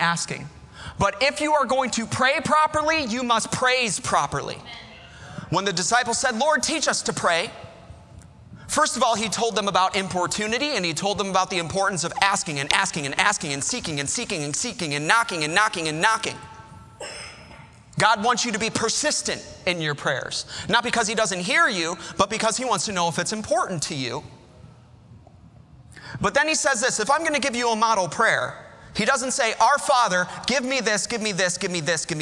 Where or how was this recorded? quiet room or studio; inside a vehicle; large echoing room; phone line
large echoing room